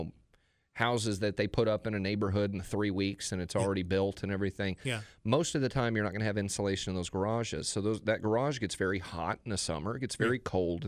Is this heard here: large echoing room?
no